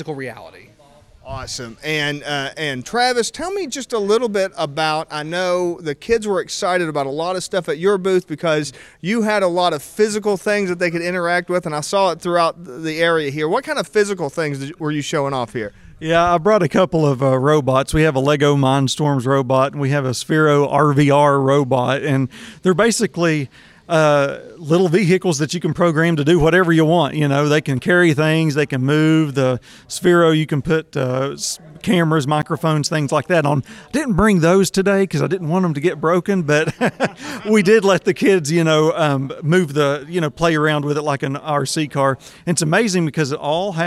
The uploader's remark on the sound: Recording this podcast episode at the 2023 West Virginia Makes Festival in Huntington, I find myself immersed in the bustling atmosphere of creativity and innovation. It’s heartening to see school buses outside, bringing students to witness the projects on display.